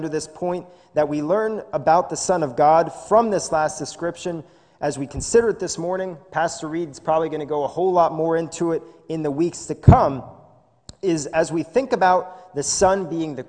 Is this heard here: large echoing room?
yes